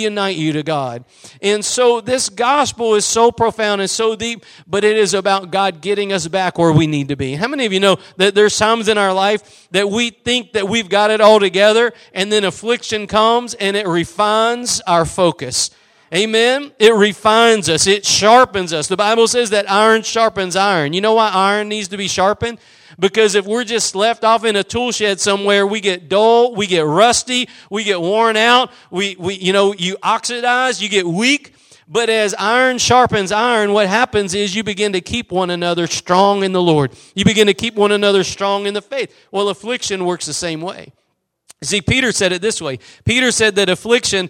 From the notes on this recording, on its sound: Preached at Gospel Lighthouse in Bossier City, La.